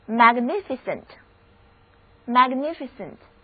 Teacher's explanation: 整个单词重音第二个音节